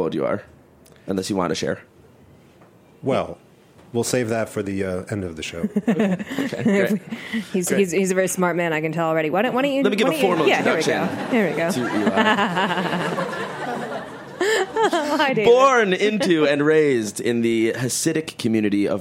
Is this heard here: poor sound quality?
no